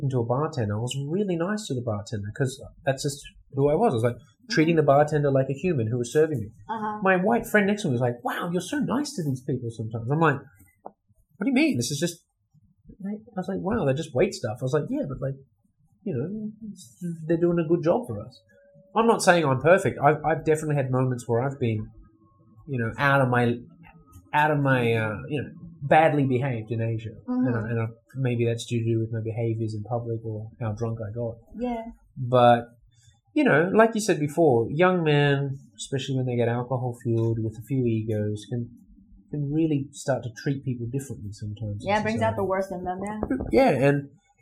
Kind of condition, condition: fault, poor microphone